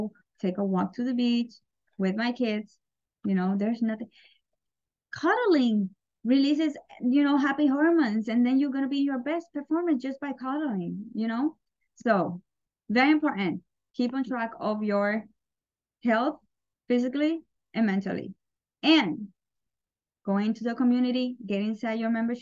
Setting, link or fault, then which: link, video call